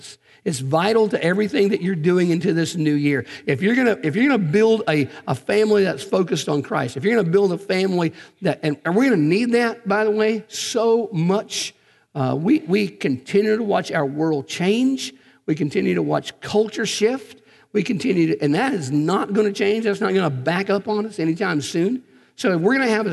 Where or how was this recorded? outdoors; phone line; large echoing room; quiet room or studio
large echoing room